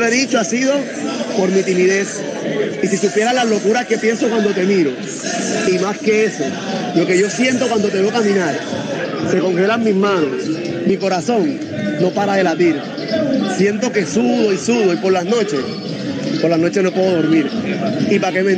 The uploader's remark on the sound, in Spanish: En este episodio grabado desde el mercado público de Bazurto en Cartagena